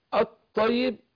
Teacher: اللام هنا مدغمه في الطاء عشان لام ايه؟ شمسيه